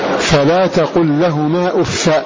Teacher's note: فتح الفاء من غير تنوين في كل مواضعه